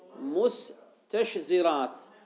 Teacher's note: الشين مهموسة رخوة، مهموسة رخوة